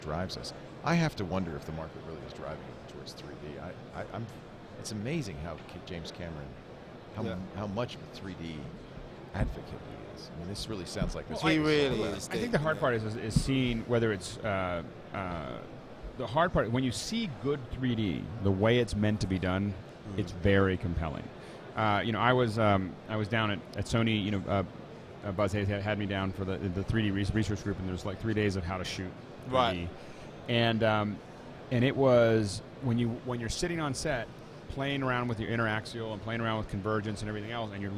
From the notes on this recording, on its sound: Day 1 live coverage of NAB Show 2011. Day 1 live coverage of NAB Show 2011.